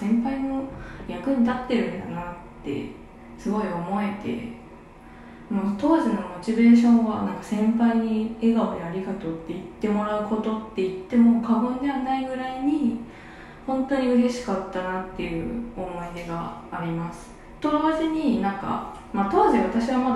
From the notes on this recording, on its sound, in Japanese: 今日はお風呂で収録してみました